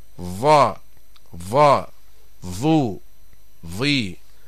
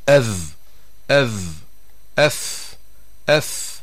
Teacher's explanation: أقصى اللسان لا يرتفع، ولسان المزمار لا يرجع إلى الوراء، فلا يضيق الحلق · Shown in: second take · وتخرج الذال والثاء مستفيلة، نعني بذلك مرققة، فنقول مثلا أذ أذ، أث أث.